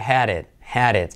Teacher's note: I had, sabéis que el pasado de have es had, had, H-A-D, y por lo tanto, seguido de it, se convierte la D como R suave, had it, had it. La D y la T entre vocales se convierten en R suave española.